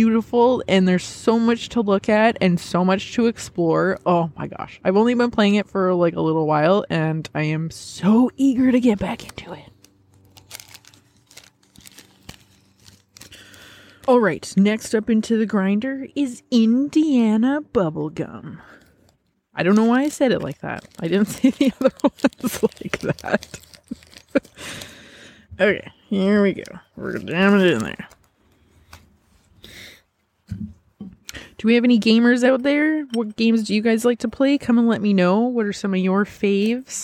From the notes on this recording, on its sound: Outside Hoot Session. I get all my recording gear setup in my backyard. Relax to the soothing sounds of nature!